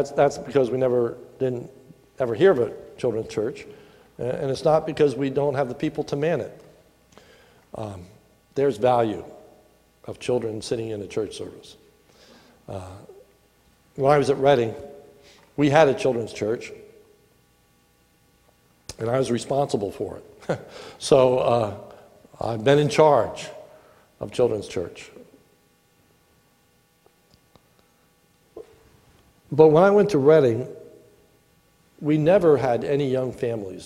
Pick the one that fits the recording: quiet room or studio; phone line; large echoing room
large echoing room